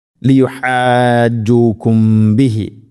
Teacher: മീമുസാക്കിനയ്ക്ക് ശേഷം ബ ഇഖ്ഫാ ശഫവി മണിച്ചുകൊണ്ട് ഉച്ചരിക്കണം